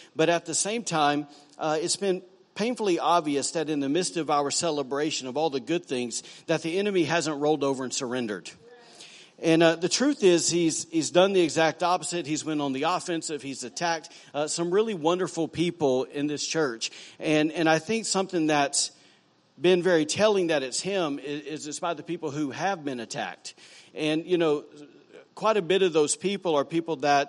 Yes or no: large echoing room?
yes